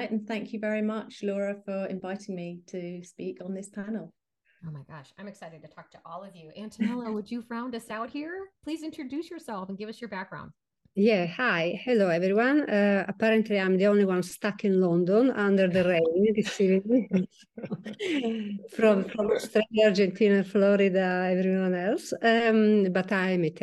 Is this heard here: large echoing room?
no